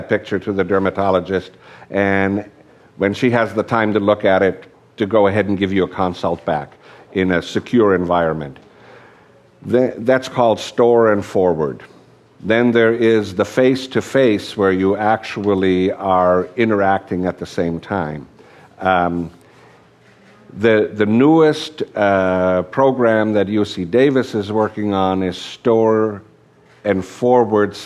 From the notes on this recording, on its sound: At the Café Revue in Fresno, a panel of healthcare providers and journalists discussed the future of rural medicine.